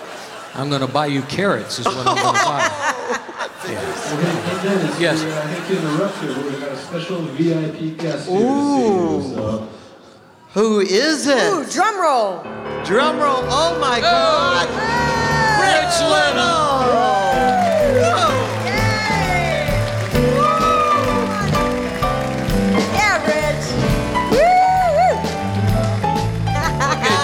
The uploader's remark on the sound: Live at the SouthPoint Casino